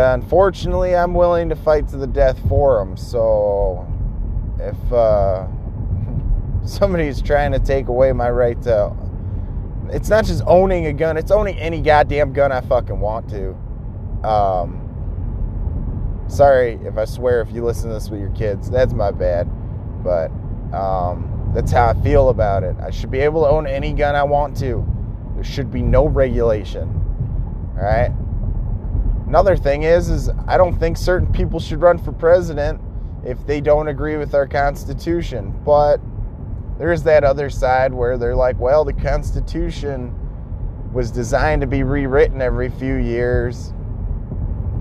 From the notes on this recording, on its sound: Driving to work.